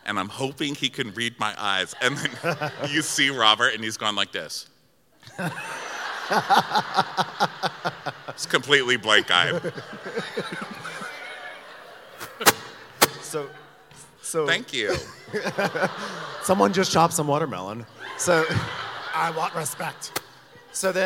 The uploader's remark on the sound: Live from Milwaukee. We were extremely excited to recap it live from the Turner Ballroom in Milwaukee.